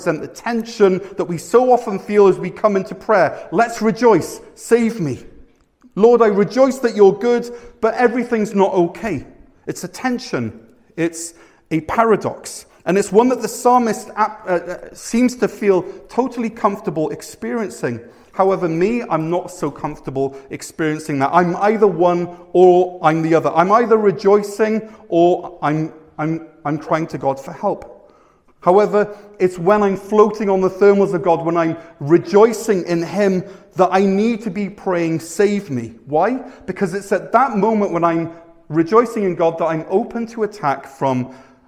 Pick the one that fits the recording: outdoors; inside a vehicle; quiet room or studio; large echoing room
large echoing room